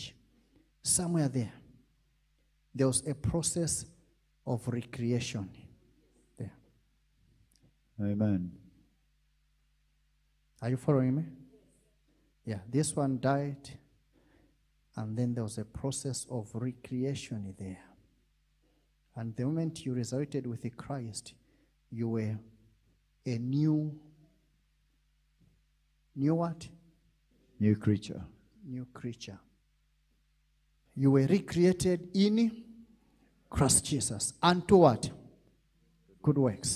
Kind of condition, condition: setting, large echoing room